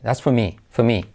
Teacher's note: Al hacerlo rápido se suele omitir la R.